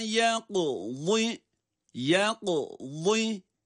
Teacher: Hiç acele etmeden, karışıklığa sebep vermeden, telaşlanmadan kaf harfinin kalkalesini sonra vat harfini kendi estesiyle okuyoruz.